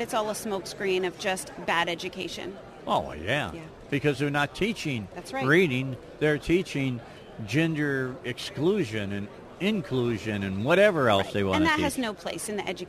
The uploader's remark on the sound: CPAC Day 1. Live from the Gaylord National Harbor in Washington D.C.